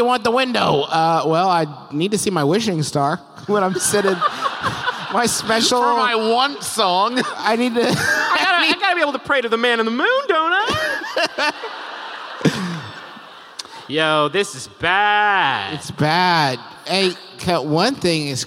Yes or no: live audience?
yes